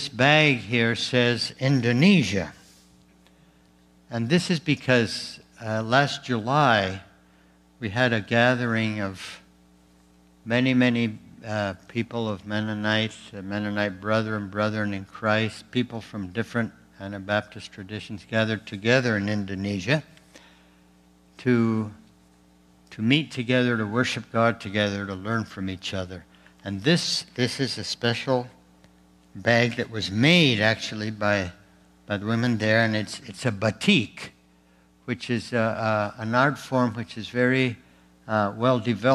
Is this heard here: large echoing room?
yes